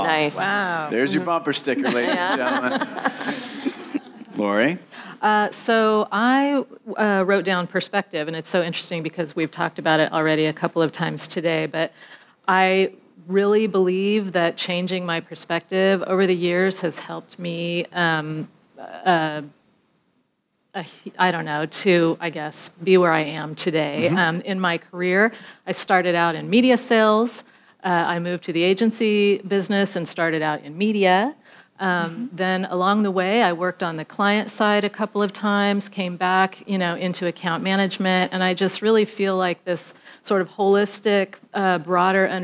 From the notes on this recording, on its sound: In our first live taping of Exceptional Women Out West, at the WPI North America meeting in Portland